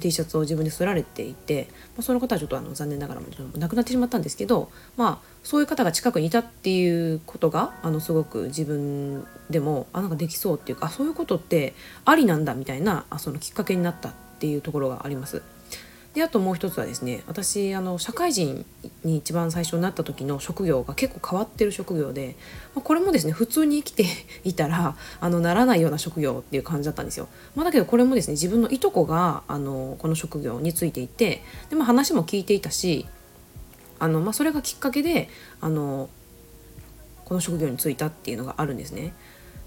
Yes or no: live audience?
no